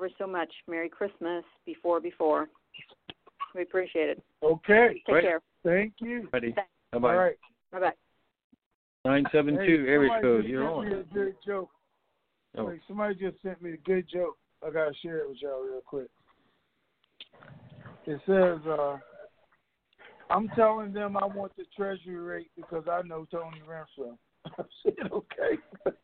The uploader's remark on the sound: TNTSuperfantastic Conference Call.